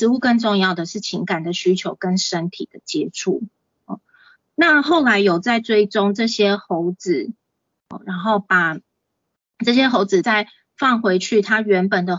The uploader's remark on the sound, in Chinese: 講座錄音。此為線上課程錄音檔！